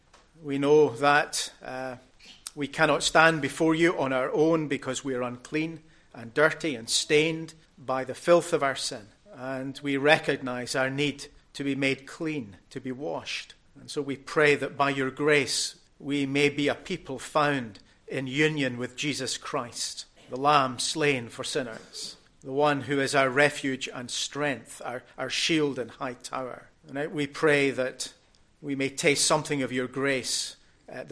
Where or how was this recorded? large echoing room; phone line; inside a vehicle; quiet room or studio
large echoing room